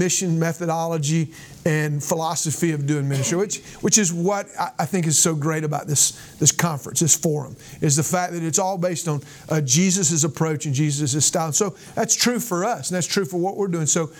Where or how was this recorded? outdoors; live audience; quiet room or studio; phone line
live audience